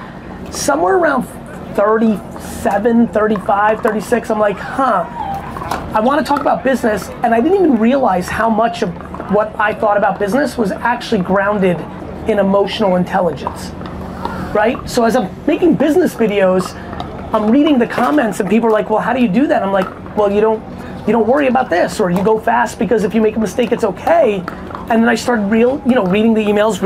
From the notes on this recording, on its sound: A Q&A I did in Mesa, Arizona at the season opener for the New Jersey 5s Major League pickleball team.